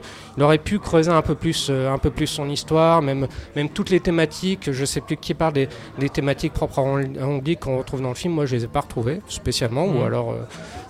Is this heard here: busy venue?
yes